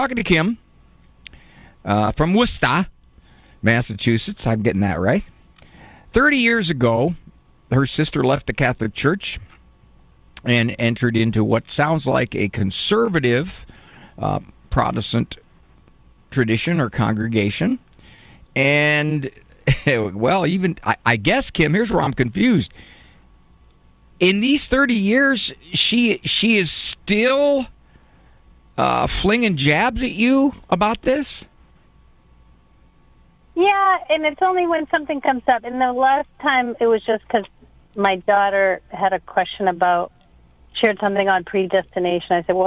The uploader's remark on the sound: he took live calls